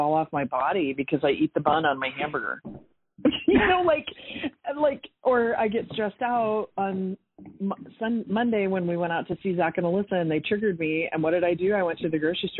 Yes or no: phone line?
yes